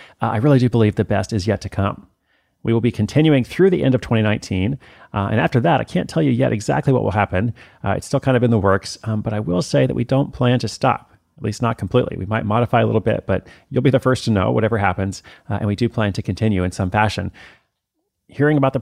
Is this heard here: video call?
no